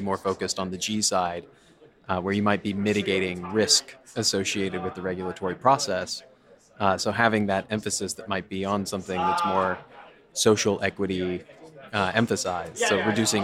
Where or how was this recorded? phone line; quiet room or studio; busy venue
busy venue